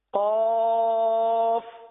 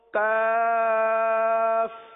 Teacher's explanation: زبان کی جڑ اور تالو کا نرم حصہ یہ قاف کا مخرج ہے اور کاف یعنی جو باریک پڑھا جاتا ہے وہ زبان کی جڑ اور تالو کا سخت حصہ